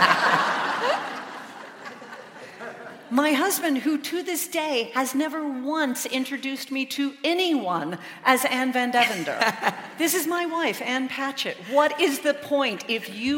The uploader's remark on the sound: In her only UK appearance of 2019. Recorded live at the Emmanuel Centre.